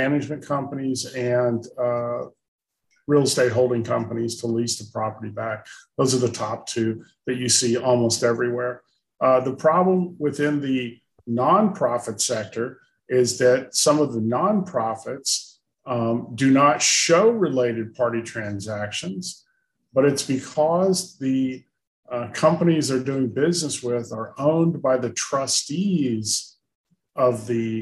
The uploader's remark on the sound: we are sharing the audio from Consumer Voice’s webinar